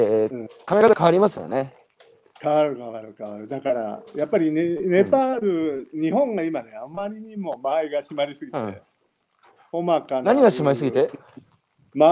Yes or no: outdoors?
yes